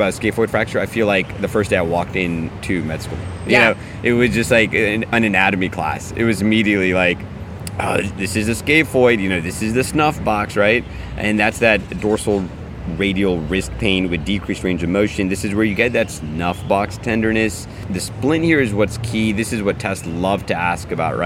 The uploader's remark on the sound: Live from SAEM'23! This is their recording from the conference.